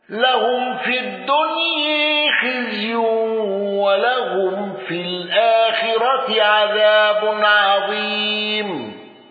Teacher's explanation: أبو عمرو بتقليل الدنيا